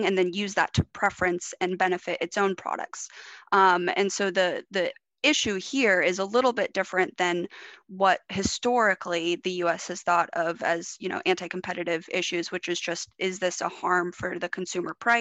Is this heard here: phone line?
no